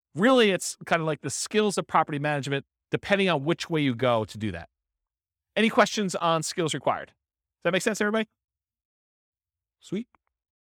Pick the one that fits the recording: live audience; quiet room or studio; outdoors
live audience